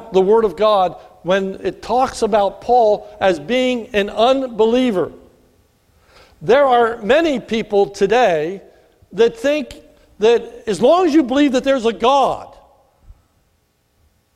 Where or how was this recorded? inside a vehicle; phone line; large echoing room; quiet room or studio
large echoing room